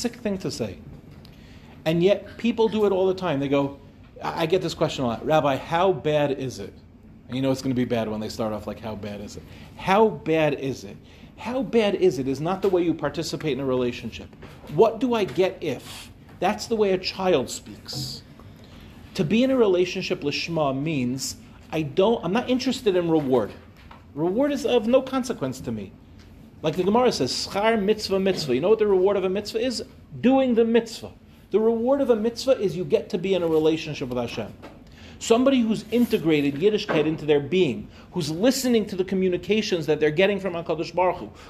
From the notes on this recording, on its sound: delivered at NCSY Michlelet